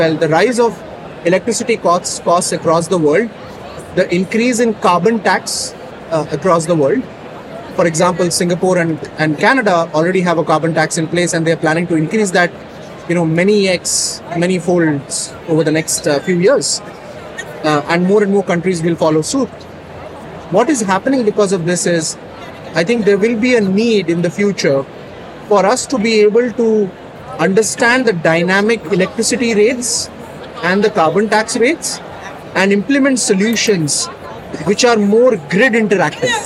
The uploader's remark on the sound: In this bonus episode, we share a LIVE conversation from the 2023 Greenbuild International Conference and Expo in Washington D.C.